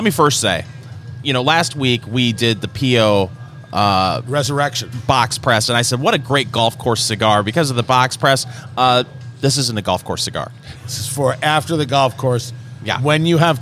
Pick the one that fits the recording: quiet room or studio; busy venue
busy venue